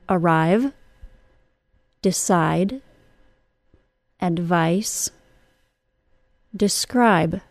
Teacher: Let's listen to some two-syllable words that are stressed on the second syllable and are pronounced with a long I